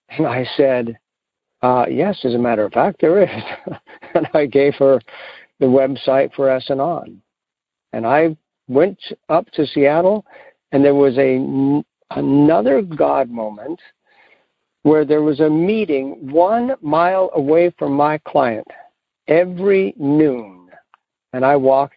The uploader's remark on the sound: Monday Noon Phone Speakers Series